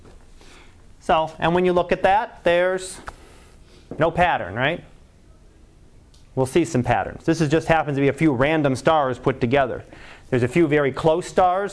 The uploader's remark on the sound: Live Class Lecture